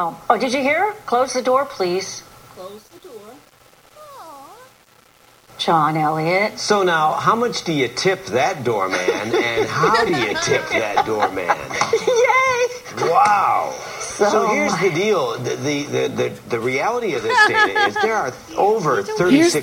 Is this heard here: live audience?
yes